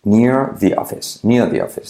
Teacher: La R de near puede caer